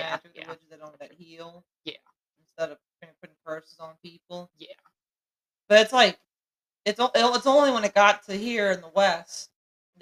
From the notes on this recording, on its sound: Sorry for the not so great audio.